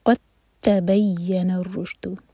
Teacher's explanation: तो यहाँ पर दाल एम्प्टी है और ता पर है शद्दा, तो हम दाल को बिल्कुल नहीं पढ़ेंगे, क़ाफ़ को सीधा ता से जोड़ेंगे · Term: इदगाम मुतजानिस